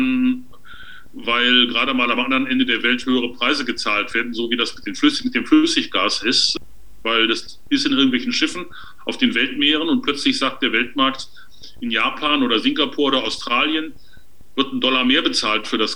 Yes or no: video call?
yes